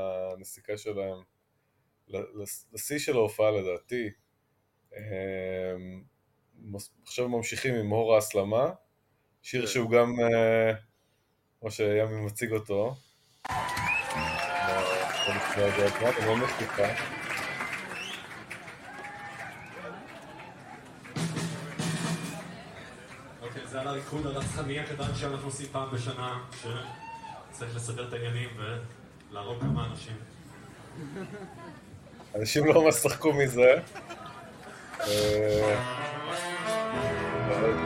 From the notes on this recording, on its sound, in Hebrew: הופעה חיה בבארבי. במועדון הבארבי. בפרק מאולתר ומיידי שהוקלט יום אחרי אותה הופעה, ומשמיעים קטעים רבים מההופעה.